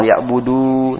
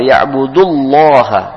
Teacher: Liya'budullah, jangan panjang liya'budu, tapi liya'budullah, dikasih lamnya bertasdid, langsung idgham masuk ke huruf lam · Shown in: second take